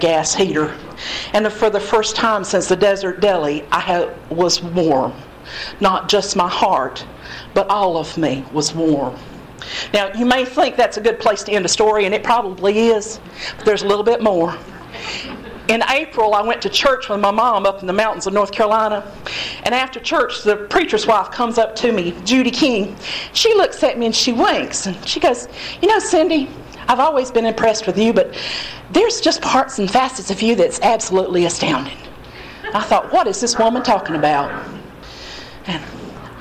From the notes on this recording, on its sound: Recorded at the Monti Storytelling Slam at Motorco Music Hall in August, 2012